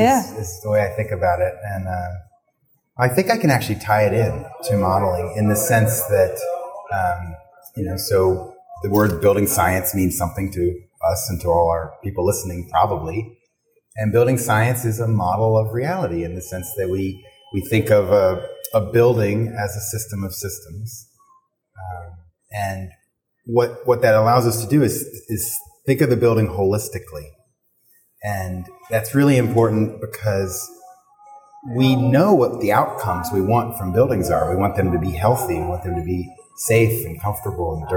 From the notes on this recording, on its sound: recorded at the PhiusCon 2023